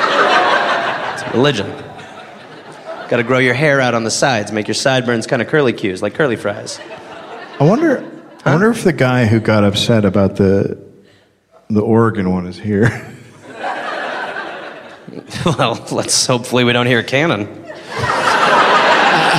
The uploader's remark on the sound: Live from Salt Lake City. Live from the Golden Spike Comedy Festival.